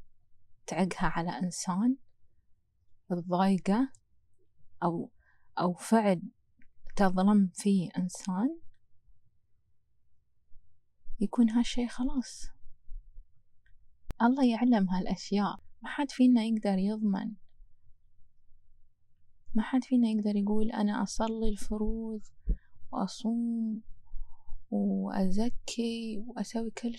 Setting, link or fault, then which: fault, wind noise